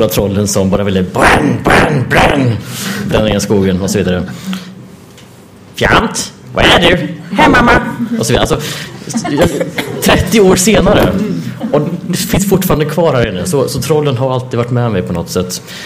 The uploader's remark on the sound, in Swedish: Panel på Swecon 2015 – Confuse i Linköping.